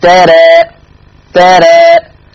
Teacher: حكم الألف وقفا التقليل قولا واحدة